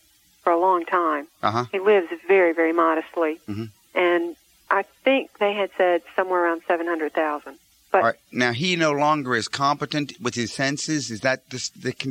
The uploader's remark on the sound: Financial planning call-in show.